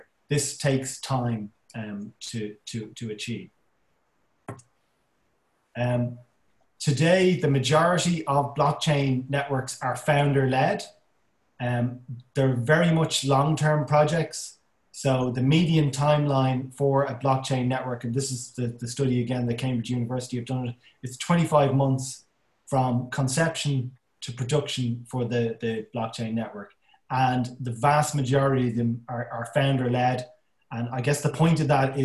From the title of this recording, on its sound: Zoom Call